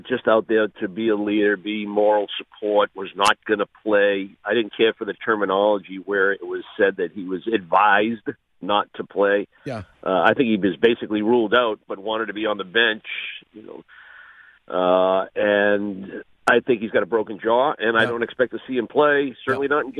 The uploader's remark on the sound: calls into the program this morning